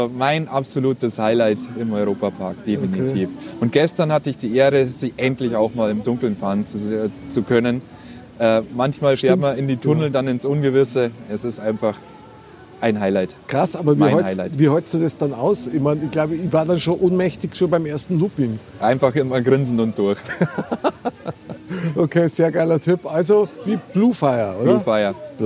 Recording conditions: outdoors